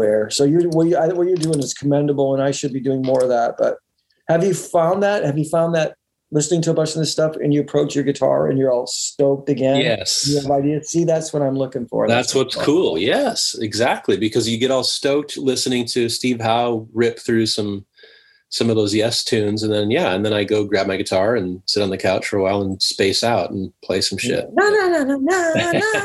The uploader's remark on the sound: remote ZOOM